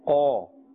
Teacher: The huruf musta'aliyah. We are not saying kala, we are saying qa, with a full mouth, a thick mouth, a thick tone.